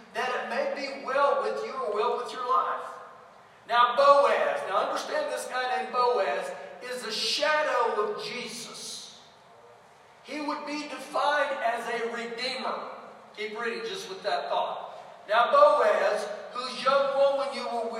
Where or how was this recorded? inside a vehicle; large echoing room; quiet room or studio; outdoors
large echoing room